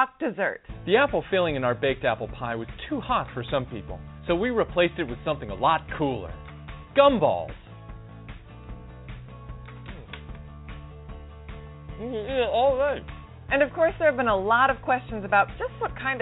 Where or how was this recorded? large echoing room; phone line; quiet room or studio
phone line